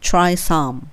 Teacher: some の m は唇を入れてしまって音が止まる感じですね